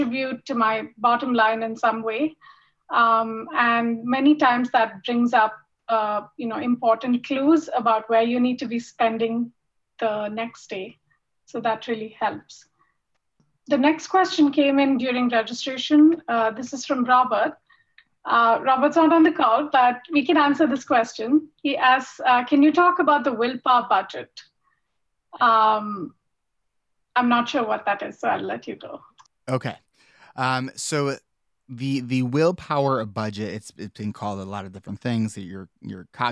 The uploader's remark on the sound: This episode is the recorded audio of our 4th Q&A webinar, celebrating ADHD Awareness month.